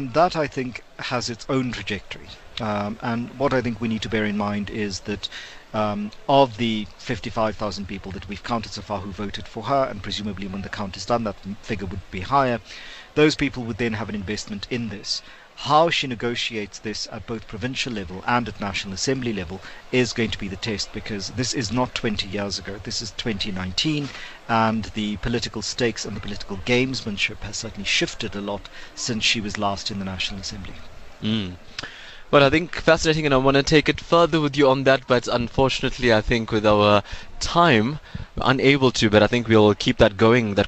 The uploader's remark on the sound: LIVE from the IEC Nerve Centre in Pretoria